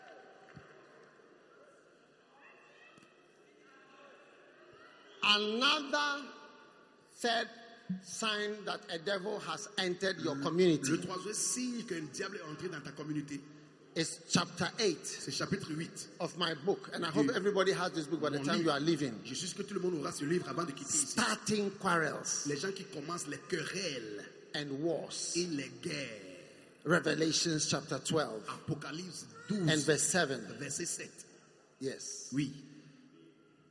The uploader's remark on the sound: Preached at The Spirit Entered Into Me Conference, from 2nd November to 5th November, 2021 at The Qodesh, Accra-Ghana.